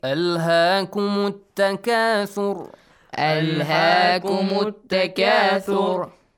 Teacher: ra has a dhamma and it will be changed to sukun.